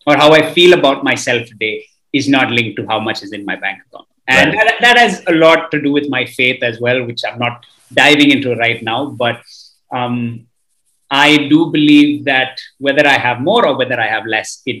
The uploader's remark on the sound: This conversation took place on Zoom